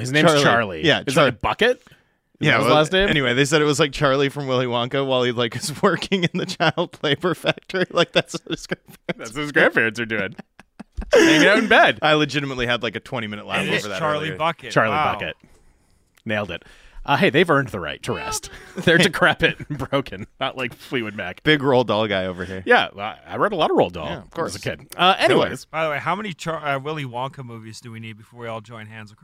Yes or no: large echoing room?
no